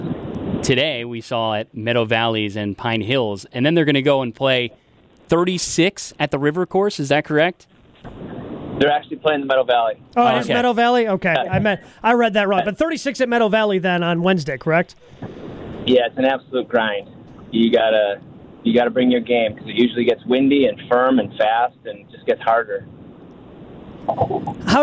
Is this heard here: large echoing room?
no